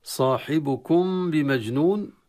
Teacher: نخفي الميم الساكنة عند الباء بكلمة مجنون، نخفي بمعنى أن نأتي في الميم الساكنة الغنة